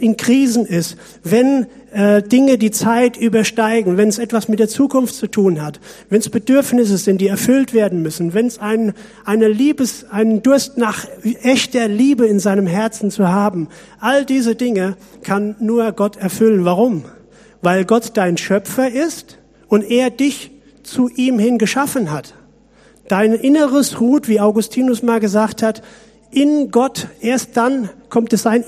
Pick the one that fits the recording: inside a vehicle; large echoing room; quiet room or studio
large echoing room